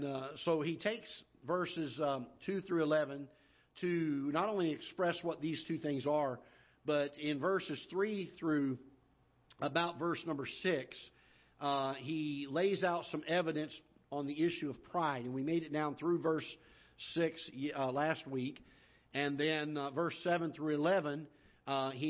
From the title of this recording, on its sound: Ketha Heights Baptist Church ~ Live Broadcast